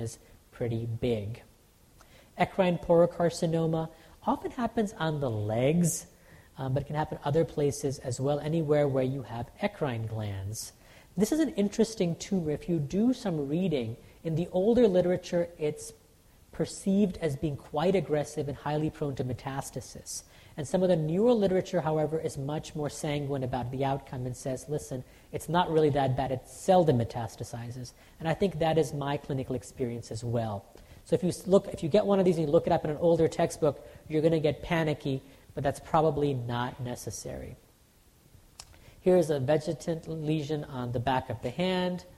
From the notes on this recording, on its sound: Audio podcast from the 1st Annual SDPA Summer Dermatology Conference in Chicago, IL.